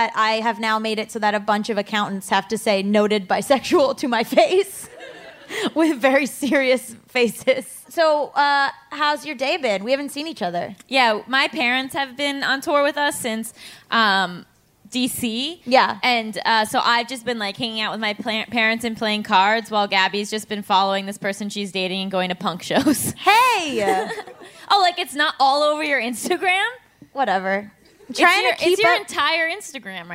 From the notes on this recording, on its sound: Straight from Philadelphia comes the first LIVE recording of Just Between Us! Riled up by the audience.